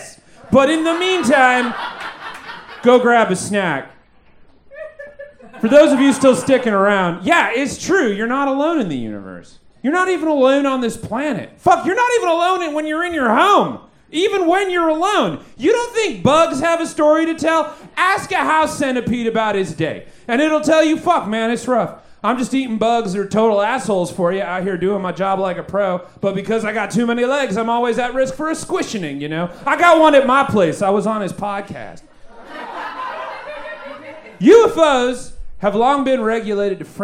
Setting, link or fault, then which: setting, live audience